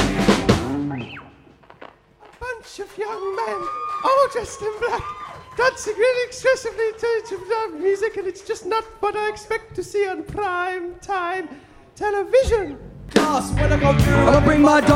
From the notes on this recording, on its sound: Live At Muthers.